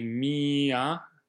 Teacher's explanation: in mia, the I is the stressed vowel, and sometimes the I and the A are on two separate notes, like a two-syllable word.